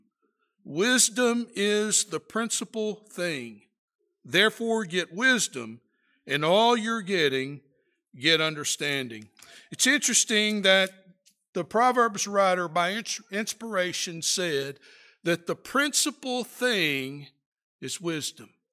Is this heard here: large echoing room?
yes